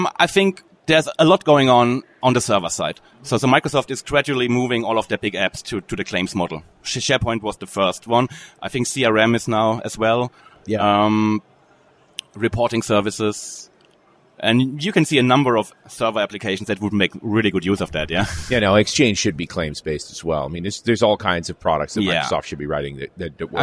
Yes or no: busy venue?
yes